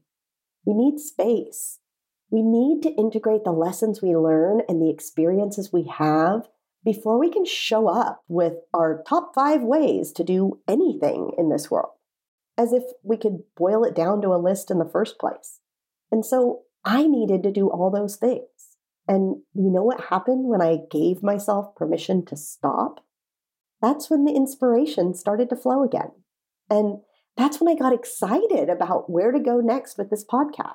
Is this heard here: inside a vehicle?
no